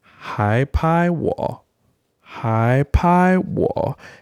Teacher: Hai, second tone. Pai, first tone. Wo, third tone.